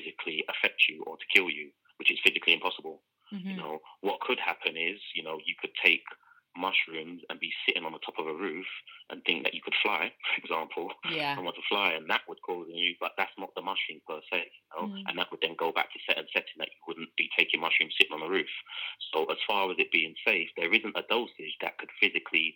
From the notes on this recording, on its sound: joined live on the line from Amsterdam